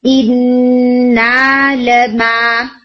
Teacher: نون اور میم تشدید کے ساتھ تھا، آپ نے لانگر گنا کرنا ہے